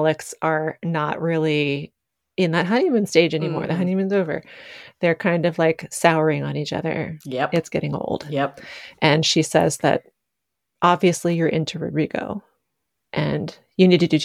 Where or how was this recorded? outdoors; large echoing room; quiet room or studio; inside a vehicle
quiet room or studio